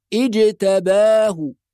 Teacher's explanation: جيم لازم تخرج من وسط اللسان بقوة وقلقلة لأنها ساكنة، فنقول اجتباه، والكلمة التي بعدها وهداه، لازم نحافظ على المد الطبيعي حركتين.